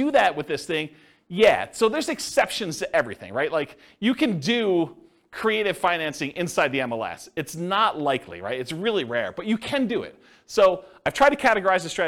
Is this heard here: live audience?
yes